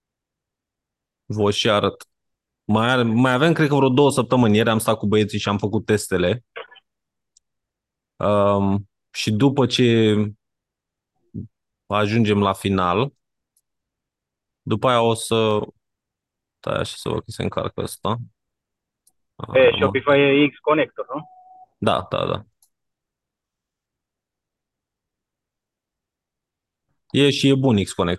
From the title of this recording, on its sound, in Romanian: Conferinta Zoom Saptamanala EcomSchool